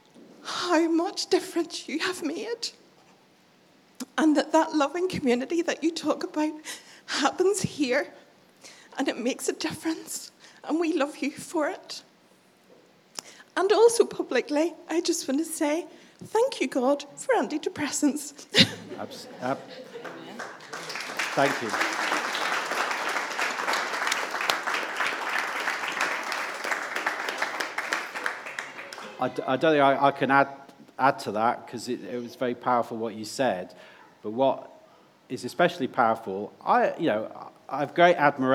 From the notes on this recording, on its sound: before a time of Q&A with questions from those in attendance